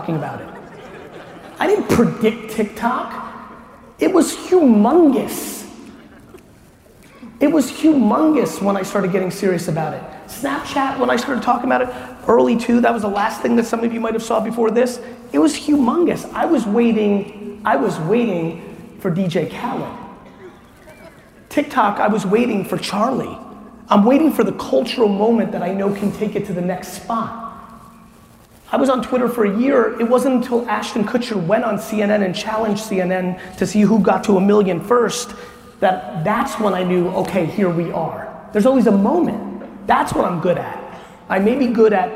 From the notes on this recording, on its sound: Todays episode is at a keynote that I gave in El Paso, Texas